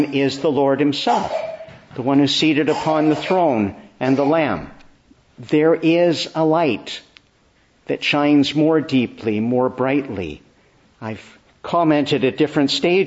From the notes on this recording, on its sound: Preached inn the Church of the Annunciation, Ottawa. Morning Service.